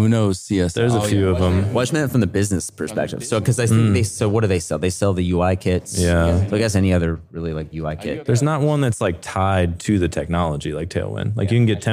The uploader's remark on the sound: at the RenderATL conference